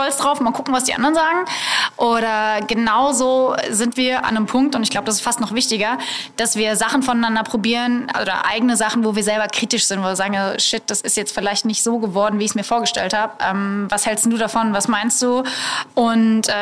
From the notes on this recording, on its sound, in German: Live aus dem Prince Charles in Berlin: das Gipfeltreffen!